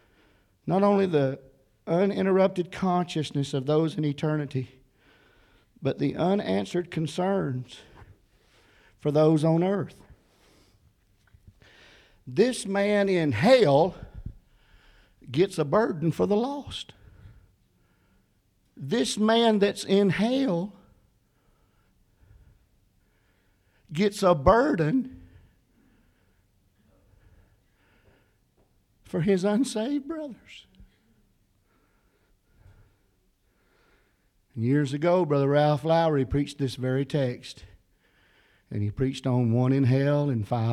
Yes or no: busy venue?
no